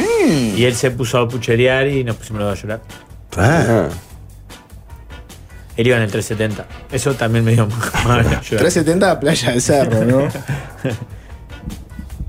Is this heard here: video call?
no